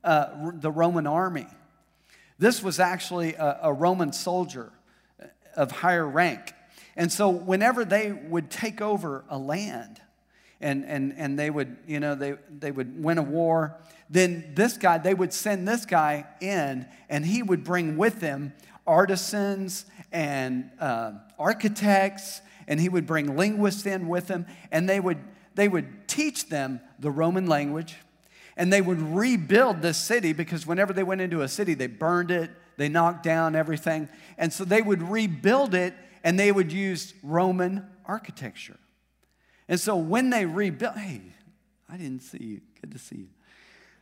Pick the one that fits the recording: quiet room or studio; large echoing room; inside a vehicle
large echoing room